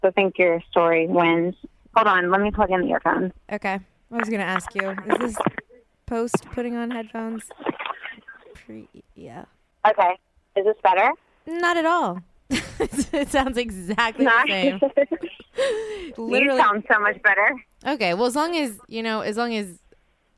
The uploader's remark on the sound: Records her phone conversation with her best friend.